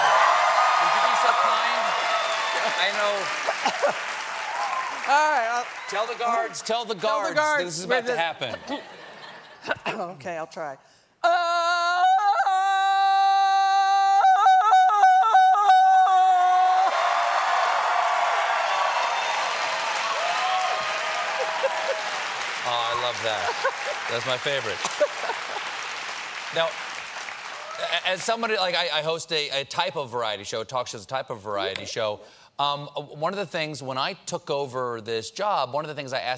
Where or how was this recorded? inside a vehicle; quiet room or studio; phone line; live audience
live audience